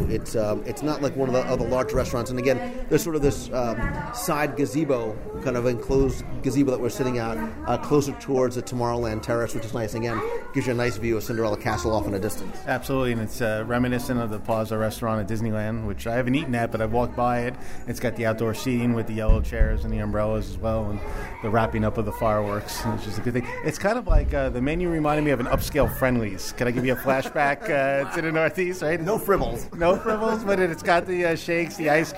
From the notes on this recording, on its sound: We're going to do a live restaurant review of the Plaza Restaurant in the Magic Kingdom. Review the food live with a recent WDW Radio contest winner.